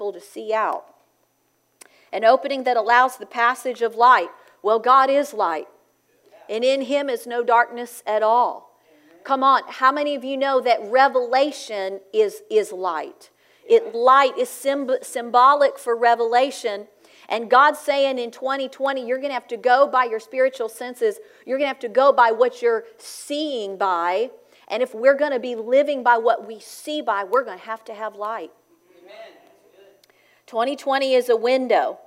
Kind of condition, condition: setting, large echoing room